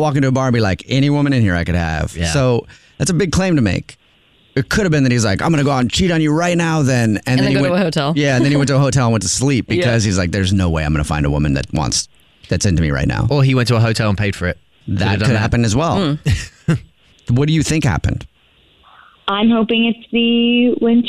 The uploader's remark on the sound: Phone Prank